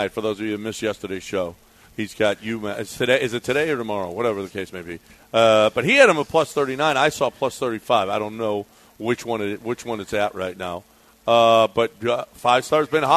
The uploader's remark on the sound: LIVE from Golden Nugget in Lake Charles